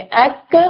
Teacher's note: काफ की जगह से जरा नीचे मुंह की जानिब हटकर इससे कैफ अदा होता है